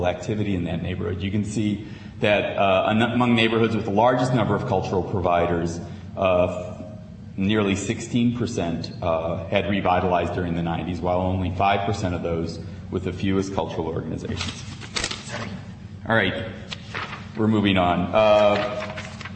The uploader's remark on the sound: Princeton Colloquium on Public and International Affairs - Day One - Dodds Auditorium 3:00 pm session